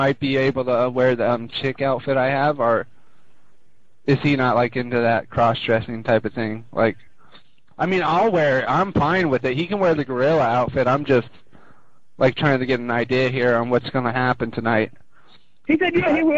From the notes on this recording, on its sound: …'s Personal Prank Phone Calls Collection.